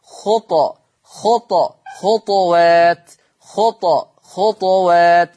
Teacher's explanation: إذا لفظ خطوات في كل القرآن الكريم يقرأ لحفص عن عاصم بالضم، أما عند ورش عن الإمام نافع فيقرأ ورش بإسكان الطاء، وأنتم كما تعلمون حال إسكان الطاء يترتب على هذا السكون قلقلة حرف الطاء. إذن يقرأ ورش عن الإمام نافع بإسكان الطاء مع مراعاة صفة القلقلة